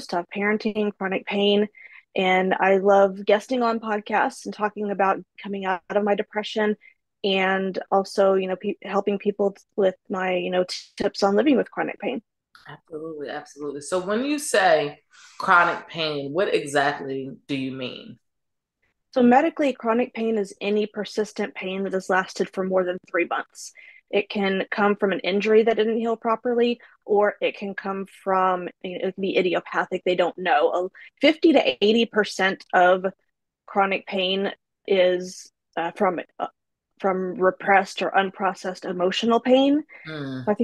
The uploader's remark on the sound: Men's Monthly Zoom Call